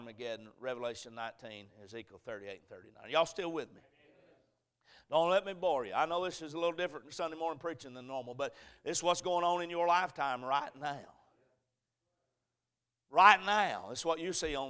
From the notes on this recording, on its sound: A message preached at Crossroads Baptist Church